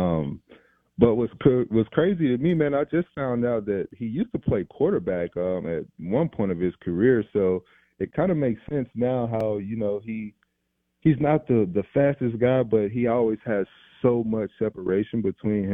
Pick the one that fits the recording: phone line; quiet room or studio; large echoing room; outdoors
phone line